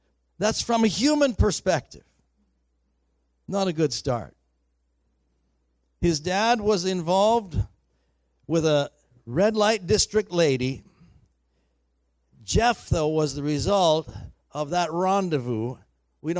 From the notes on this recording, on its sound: Recorded on September 1, 2019 at THRIVE Church Vancouver, Canada